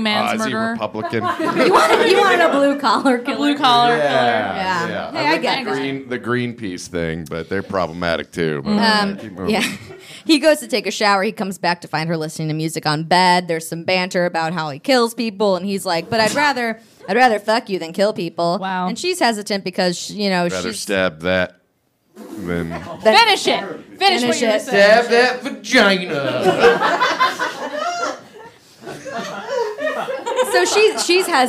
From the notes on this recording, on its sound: It was Halloween so what were we gonna do, NOT have a live show?! Recorded in front of a live audience at Otherworld Theater in Chicago.